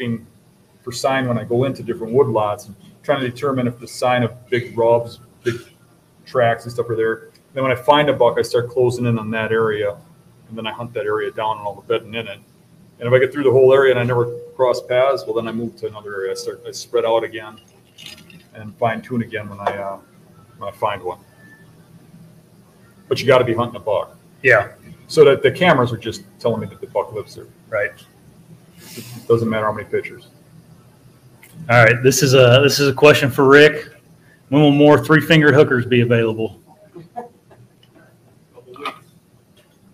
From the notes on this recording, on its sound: LIVE BEAST Gathering at Buck Shots Bar and Grill! Live at Buck Shots Bar and Grill in Clarkston Michigan.